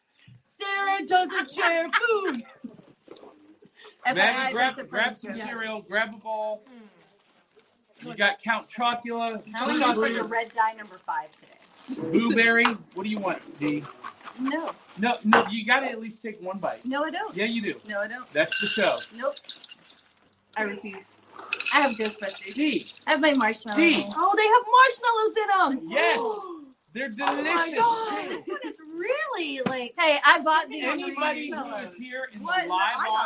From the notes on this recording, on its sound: live at Smokey's Toys & Collectibles